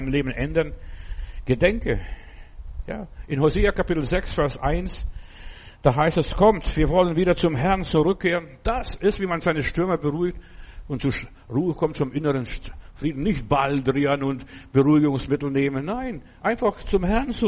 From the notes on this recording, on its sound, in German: im Gemeinde-Zentrum in Berlin aufgenommen